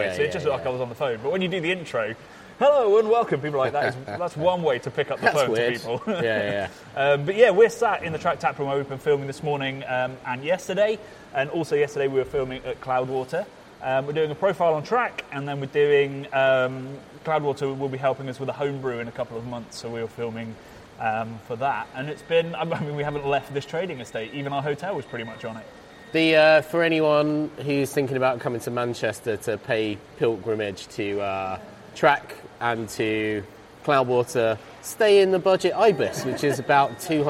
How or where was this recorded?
busy venue